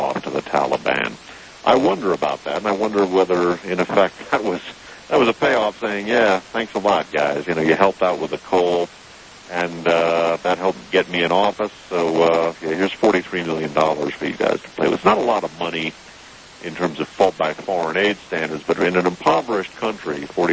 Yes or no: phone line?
yes